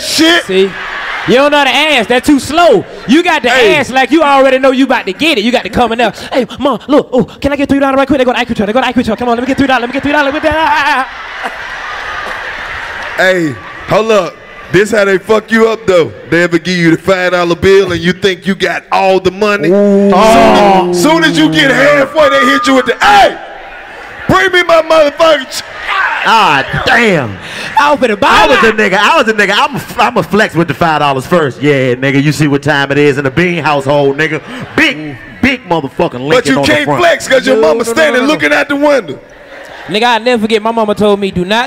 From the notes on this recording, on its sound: the final sold out show from The Nashville Comedy Festival